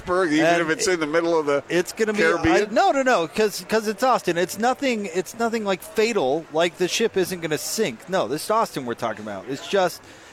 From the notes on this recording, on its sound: LIVE at The Road Home mediathon